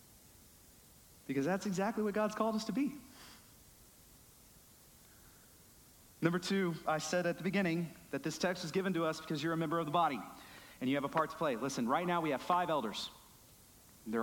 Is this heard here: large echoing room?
yes